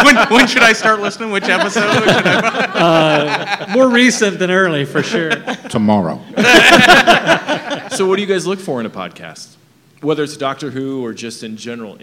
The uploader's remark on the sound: Invited us to record a live podcast. Last month we had the opportunity to join in on a panel at Kansas City Comic Con with the hosts of A Gal & A Gay podcast.